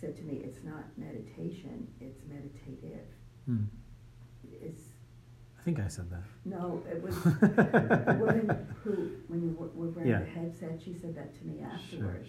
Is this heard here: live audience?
yes